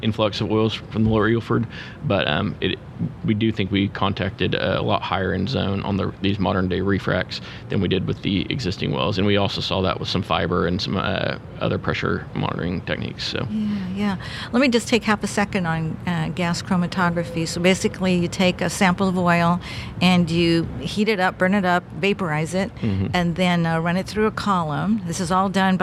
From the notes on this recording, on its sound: This was recorded at the 30 th Anniversary NAPE Summit.